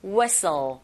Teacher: 이렇게 발음하시되 T 사운드 역시 whistle이 아니라 whistle. 그리고 L 발음이 있기 때문에 끝날 때 whistle 하고 혀끝이 윗니 뒤에 붙어줘야 됩니다.